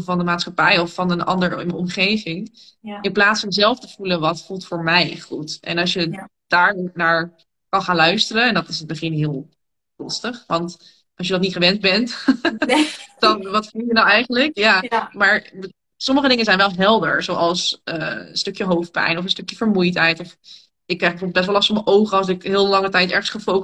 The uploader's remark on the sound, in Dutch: een gesprek dat ik live via Instagram had